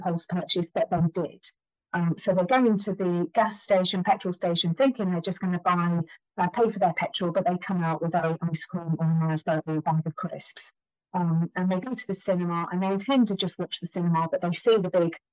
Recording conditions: poor sound quality